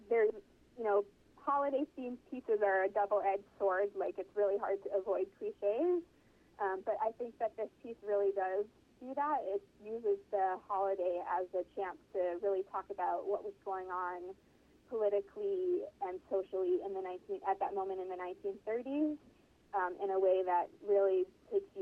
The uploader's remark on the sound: She joins us on the phone from Paris